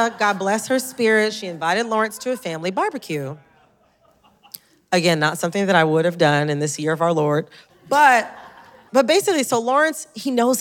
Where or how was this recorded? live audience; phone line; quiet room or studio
live audience